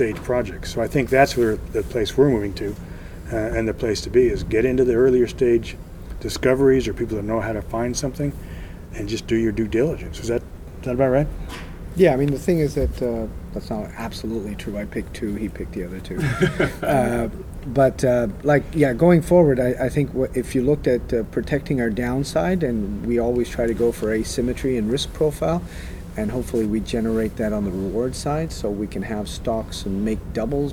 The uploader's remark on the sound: at AME BC's Roundup 2017 conference